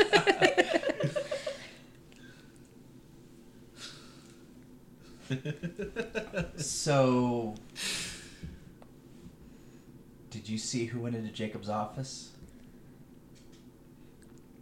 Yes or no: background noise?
yes